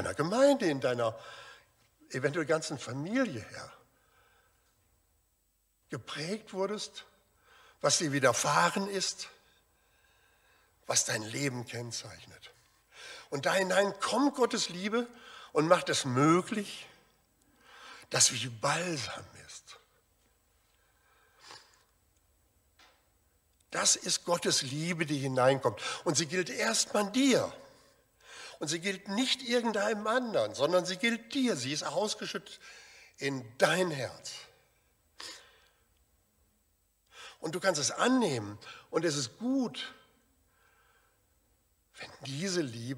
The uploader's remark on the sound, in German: Aufzeichnung der Predigt des Gottesdienstes.